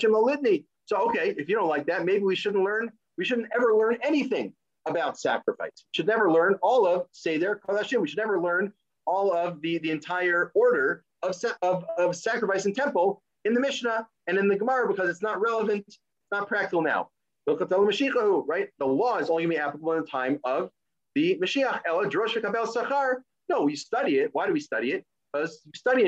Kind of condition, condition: link, video call